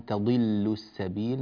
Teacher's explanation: نرقق اللام ولا تتأثر اللام بهذه الضاد التي جاءت قبلها في تضل · Term: ترقيق لام